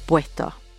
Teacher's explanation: the S is often aspirated. That means you'll hear an H sound rather than the typical S sound. So words like puesto will sound like puesto.